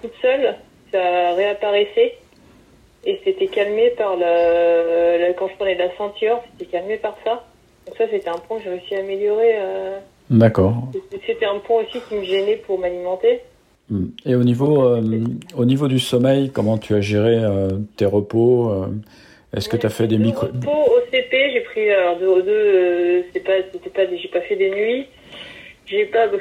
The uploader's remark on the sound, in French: j’ai appelé par téléphone